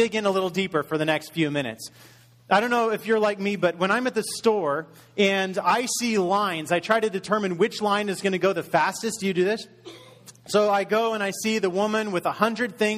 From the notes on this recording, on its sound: Message delivered in Contemporary Worship Service